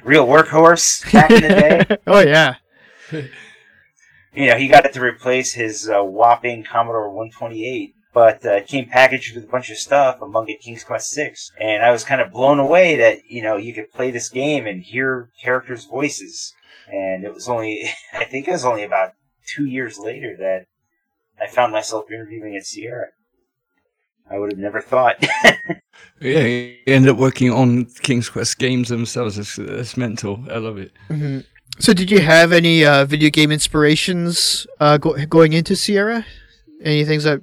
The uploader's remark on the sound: Disclaimer: this episode was afflicted by some unpredicted recording issues and so the sound quality is fairly poor.